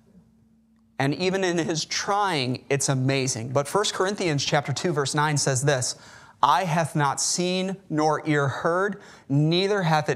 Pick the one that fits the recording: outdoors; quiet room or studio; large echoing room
large echoing room